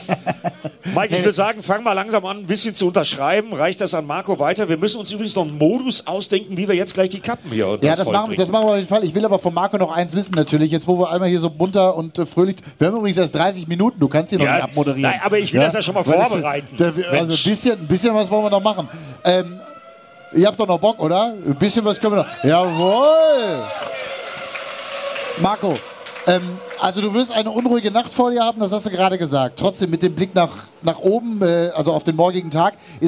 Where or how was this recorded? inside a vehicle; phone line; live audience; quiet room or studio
live audience